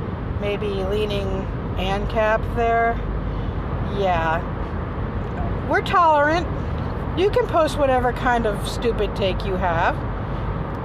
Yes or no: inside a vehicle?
yes